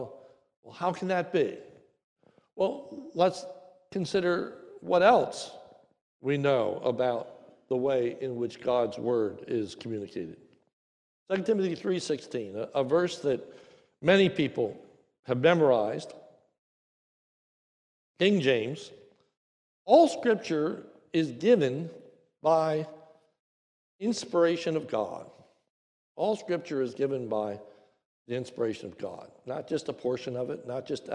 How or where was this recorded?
large echoing room